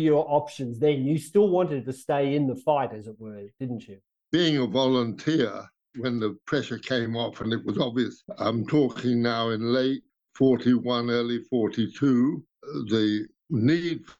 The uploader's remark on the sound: over an international Zoom call